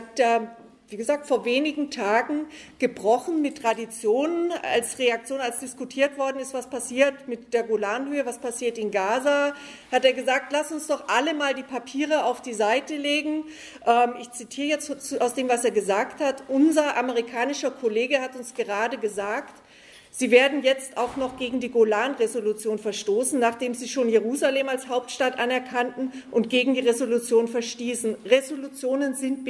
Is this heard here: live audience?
yes